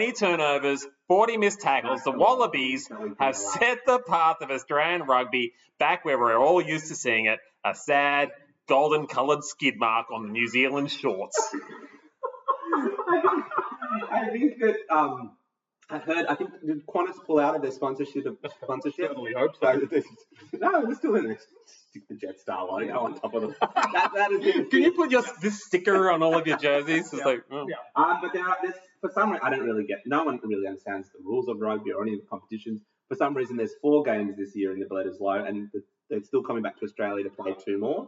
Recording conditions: poor sound quality